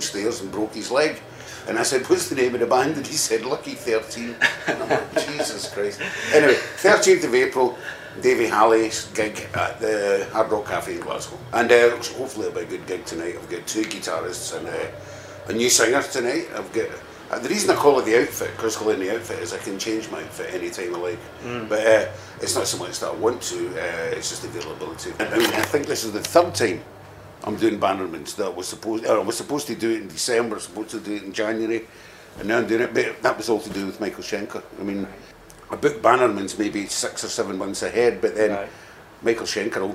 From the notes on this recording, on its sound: recorded at Bannermans Edinburgh 17/2/18